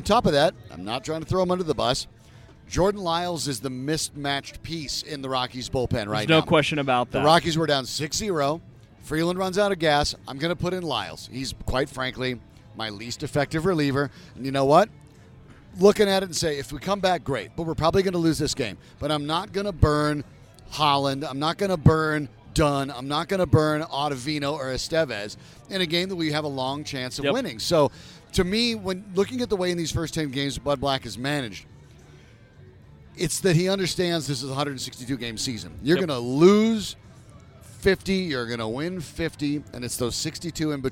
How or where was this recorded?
busy venue